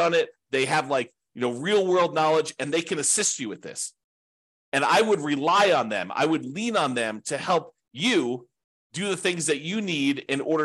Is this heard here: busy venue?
no